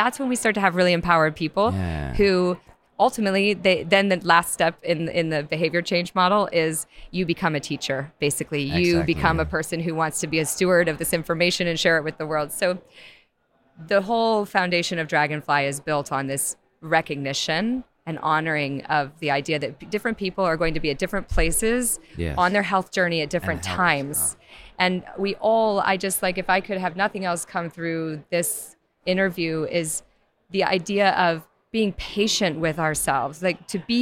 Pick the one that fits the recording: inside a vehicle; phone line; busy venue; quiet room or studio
busy venue